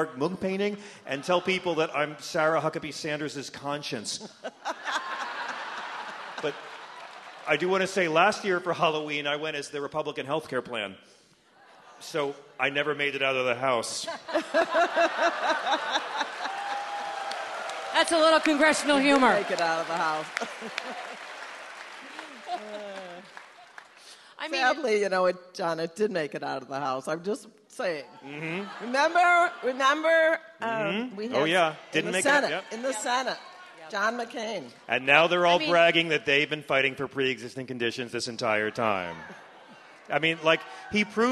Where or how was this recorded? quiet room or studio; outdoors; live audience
live audience